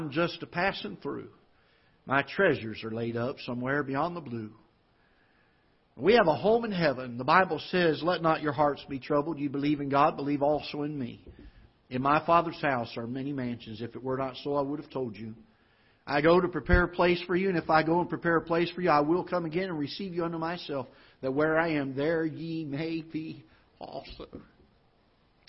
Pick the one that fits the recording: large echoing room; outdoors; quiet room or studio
large echoing room